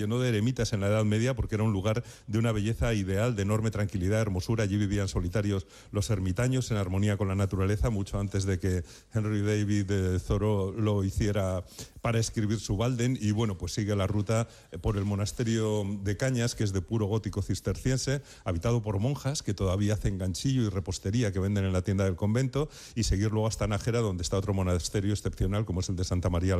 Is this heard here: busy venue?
yes